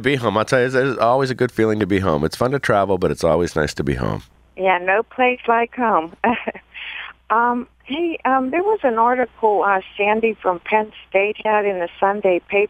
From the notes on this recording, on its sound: They also answer questions from callers.